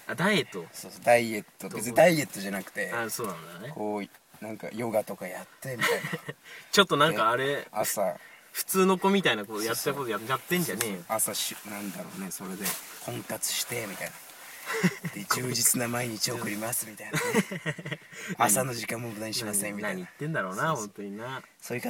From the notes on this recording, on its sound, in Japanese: 寒空のした収録した第1回目でございます。